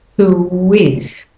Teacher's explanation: Who is becomes who is, another intrusive W.